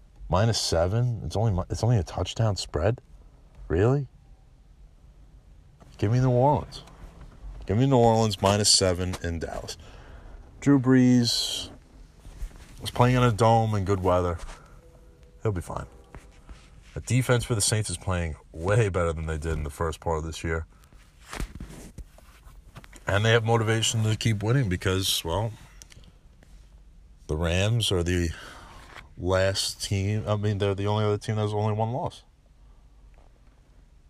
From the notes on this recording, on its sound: I rant on the game of football in my car